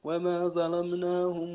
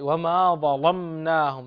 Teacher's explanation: فإن ورشا من طريق الشاطبية يغلظ اللام · Shown in: second take